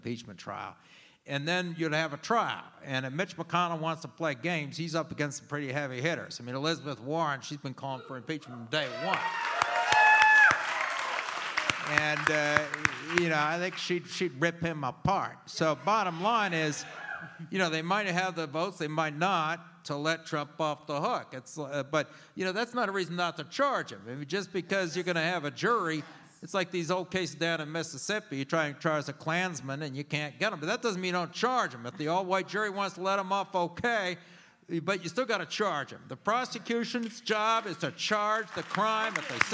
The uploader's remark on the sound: Please enjoy this recording of our live show at The Parkway Theater in Minneapolis!